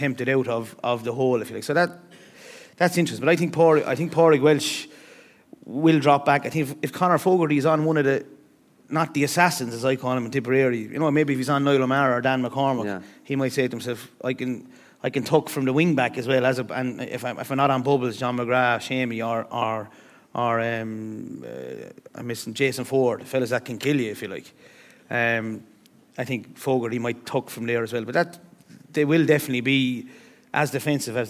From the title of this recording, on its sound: live from Liberty Hall